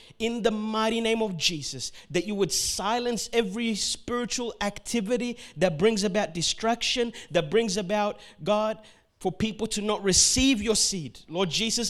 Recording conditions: large echoing room